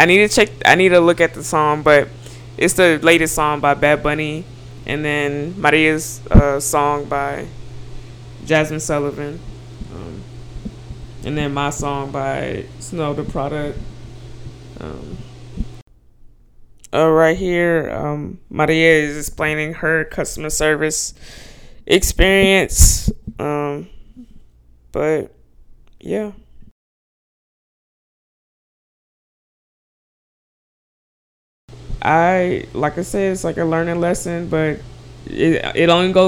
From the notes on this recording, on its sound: The audio is crazy with this one. My dog O'Ryan wanted to be apart of the conversation.